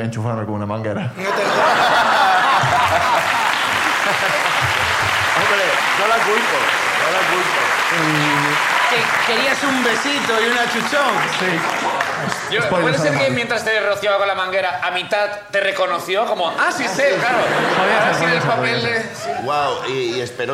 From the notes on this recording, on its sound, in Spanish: La Ruina desde A Coruña. El público de A Coruña nos cuentan.